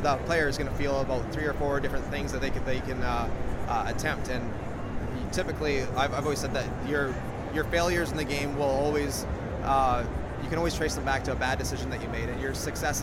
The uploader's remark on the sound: This is the first of many audio interviews I did while at PAX East 2017.